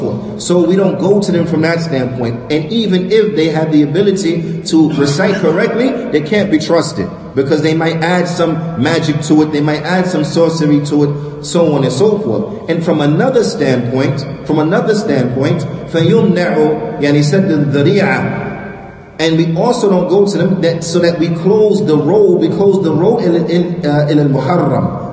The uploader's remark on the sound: Lecture given at Masjid Nur Allah, Queens, NY